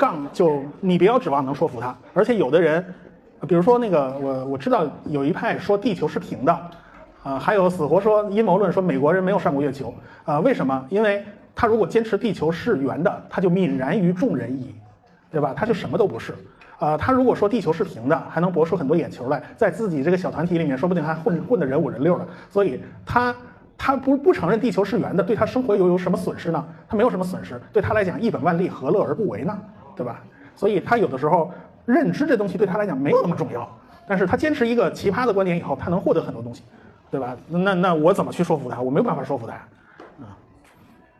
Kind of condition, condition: setting, live audience